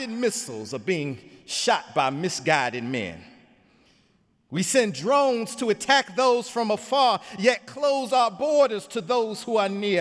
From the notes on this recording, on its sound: sermon on Easter Sunday, Sunday, April 16, 2017 in the Memorial Church